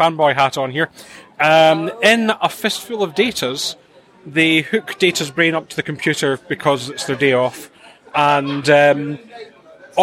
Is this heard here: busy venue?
yes